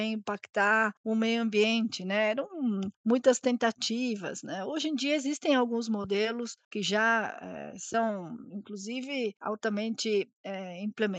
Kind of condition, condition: link, video call